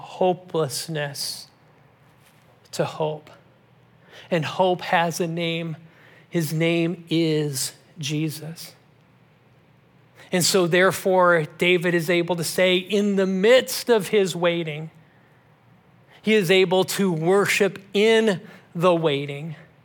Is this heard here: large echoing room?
yes